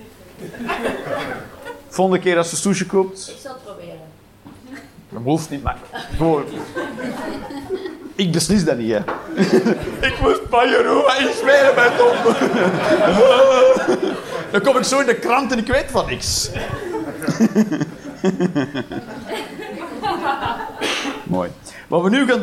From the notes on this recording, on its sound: Live 11 Juni 2023, Toomler, Amsterdam